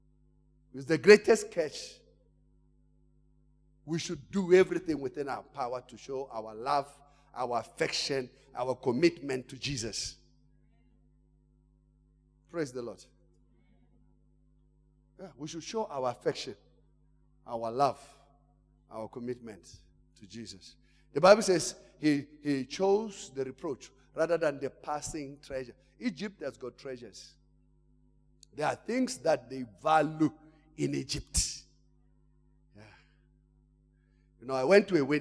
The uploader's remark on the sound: Service: The Gathering. Campus: Arcadia. Message preached during The Gathering of Branches in Arcadia.